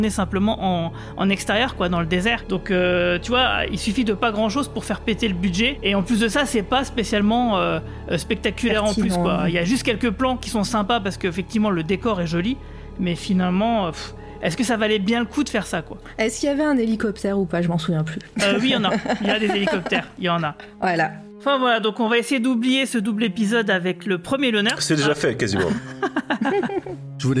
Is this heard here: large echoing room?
no